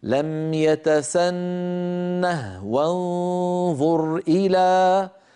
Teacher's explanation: هذه الهاء هاء السكت تستعملها العرب، أغلب العرب في حال الوقف، فإذا وصلوا حذفوها، لكنها في المصحف الشريف ثابتة في الخط. فحفص روى لنا هذه الكلمة ساكنة الهاء وقفا ووصلا، يعني في الوقف أقول لم يتسنه، وإن وصلت أقول لم يتسنه وانظر إلى، فأسكنها أيضا في حالة الوصل، أعود فأقول اسمها هاء السكت.